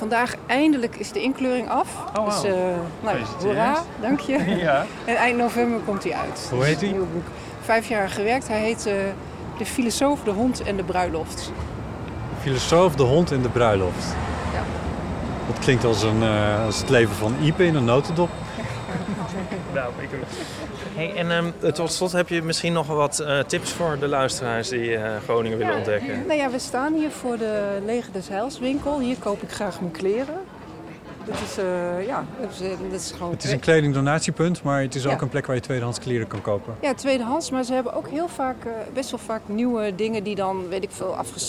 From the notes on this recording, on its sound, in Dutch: De Eeuw is een trouwe gast op het Podcastfestival, al vanaf het prille begin. Naar Groningen, om daar een wandelaflevering te maken.